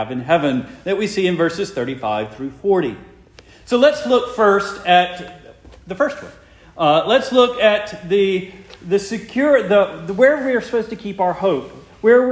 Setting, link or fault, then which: setting, large echoing room